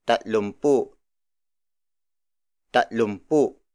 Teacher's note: It means tatlong sampu or three tenths Aside from switching the linker of that law from NG to M, the O shifts into U because it is pronounced easier that way